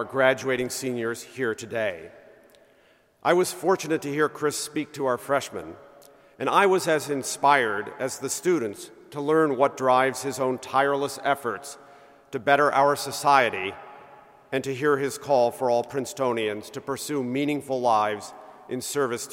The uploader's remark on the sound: Spoke to seniors from the pulpit of the University Chapel during the Baccalaureate service.